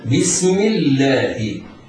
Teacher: ولفظ الجلالة لامها مرققة لوقوعها بعد كسرة منفصلة عنها في كلمة أخرى، فهكذا بسم الله، فالحرف المكسور هو الميم من كلمة باسم، واللام في لفظ الجلالة، فالكسرة قبل اللام وإن اتصلت بها لفظا إلا أنها في كلمة أخرى، في الكلمة التي قبلها.